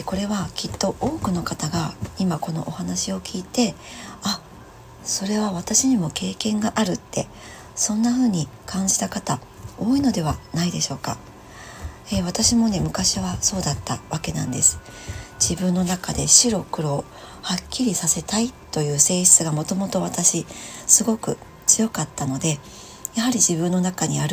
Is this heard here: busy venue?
no